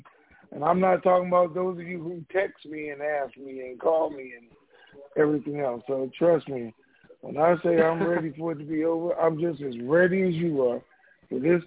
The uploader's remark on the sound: TNTSuperfantastic Conference Call